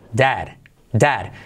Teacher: esa E abierta que suena casi como una A